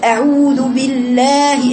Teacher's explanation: الواو فيها مد طبيعي حركتين